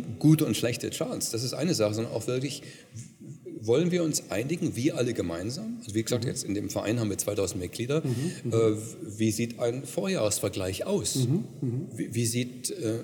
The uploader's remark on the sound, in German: Congress der Controller in München. Der Performance Manager Podcast war live vor Ort und hat auf dem größten Fachtreffen Europas mit den Who‘s Who im Controlling geredet.